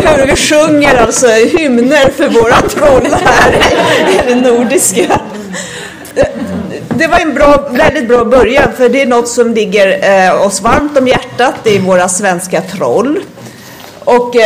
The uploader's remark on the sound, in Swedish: Panel på Swecon 2015 – Confuse i Linköping.